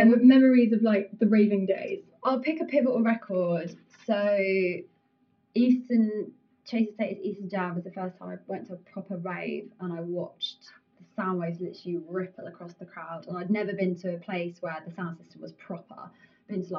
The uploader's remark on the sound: At The Ministry in partnership with Moving The Needle and Getahead ! We had some technical difficulties with recording this episode.